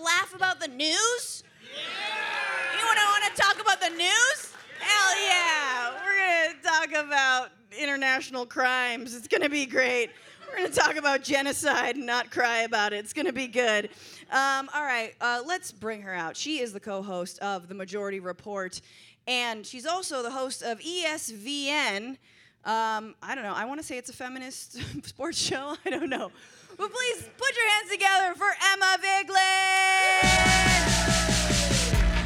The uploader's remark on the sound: Too much fun in this LIVE episode of the pod in San Francisco.